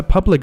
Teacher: public 最后那个 k 这个音发的非常的轻啊